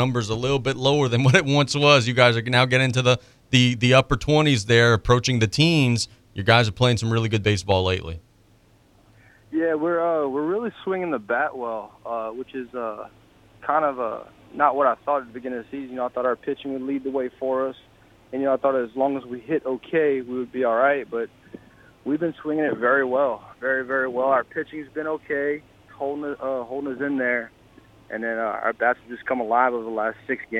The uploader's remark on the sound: We are joined on the phone lines